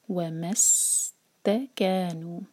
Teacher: اب یہاں پر حمزۃ الوصل سے پہلے ایک لیٹر ہے تو حمزۃ الوصل پروناؤنس نہیں ہوگا، تو اس ورڈ کو ہم ایسے ہی پڑھیں گے و ایک حرکہ میم کو سین سے جوڑا جائے گا وَمَسْتَكَانُ، تا ایک حرکہ کیا دو حرکہ مد طبعی، نو دو حرکہ مد طبعی، اور آگے جو الف ہے اس کے اوپر چھوٹی سی چھوٹا سا سرکل بنا ہے تو وہ پروناؤنس نہیں ہوگا، تو ہوگا یہ وَمَسْتَكَانُ.